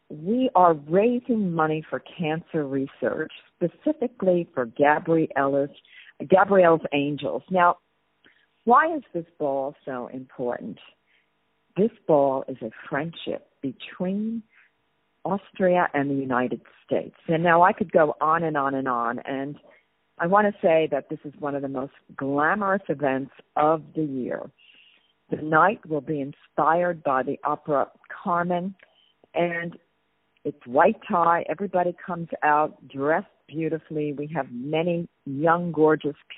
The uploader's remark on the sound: On the phone.